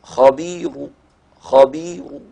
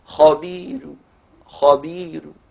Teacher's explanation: ورش إذا وصل هذه الراء المضمومة رققها لأجل الياء الساكنة الموصولة بها · Shown in: second take · Term: بالترقيق